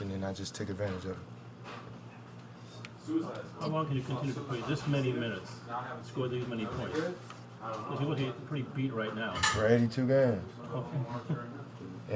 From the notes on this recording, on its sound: Full Report from TD Garden